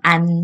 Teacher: 安就是阿跟嗯鼻音的结合